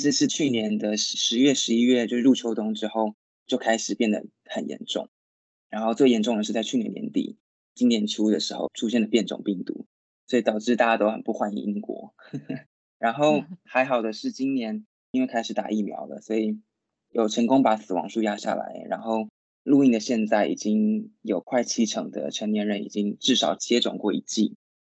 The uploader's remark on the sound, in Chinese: 本集Podcast透過Microsoft Teams越洋通訊錄製，受通訊狀態影響，已後製處理雜訊，敬請見諒，謝謝。